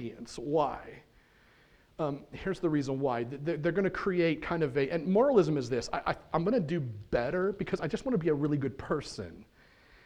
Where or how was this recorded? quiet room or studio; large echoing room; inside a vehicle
large echoing room